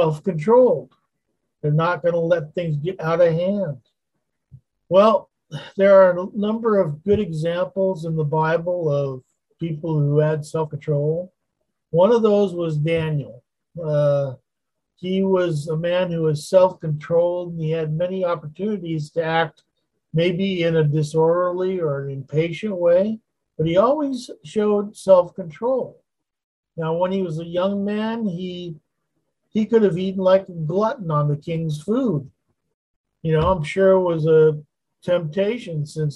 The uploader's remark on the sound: Wednesday Zoom study